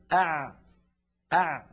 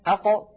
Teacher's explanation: زمن أع أطول من زمن أق، وأقصر من زمن أش أه أف · Shown in: first take